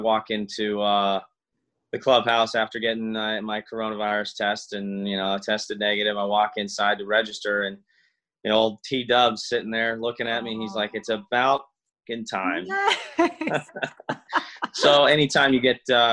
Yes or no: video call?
yes